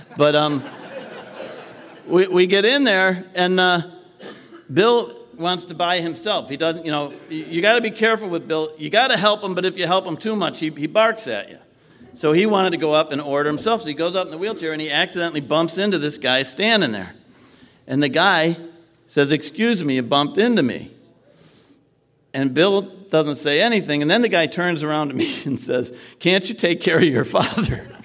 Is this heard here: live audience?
yes